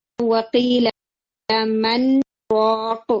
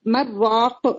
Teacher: یہاں پہ first word نون ساکن پر اینڈ ہو رہا ہے اور سیکنڈ ورڈ را سے اسٹارٹ ہو رہا ہے، لیکن آپ ادغام نہیں کرتے · Shown in: first take · آپ مر راق نہیں پڑھتے جو کہ حکم کے مطابق پڑھنا چاہیے. · Term: سخت